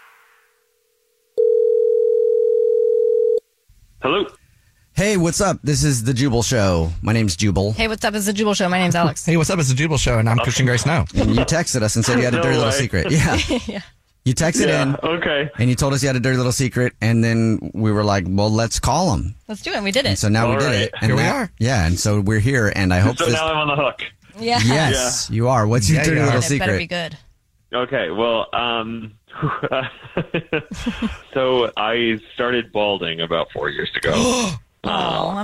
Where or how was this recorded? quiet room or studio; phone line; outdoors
phone line